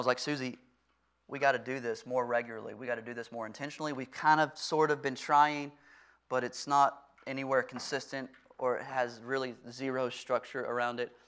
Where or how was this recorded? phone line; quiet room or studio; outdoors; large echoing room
large echoing room